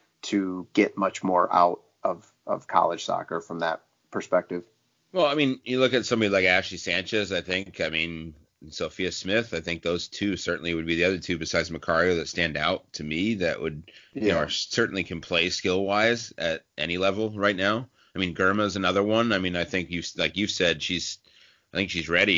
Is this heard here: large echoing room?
no